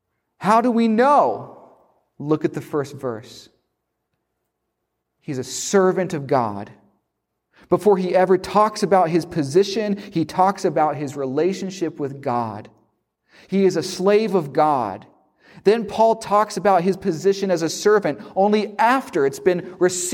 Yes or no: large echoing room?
yes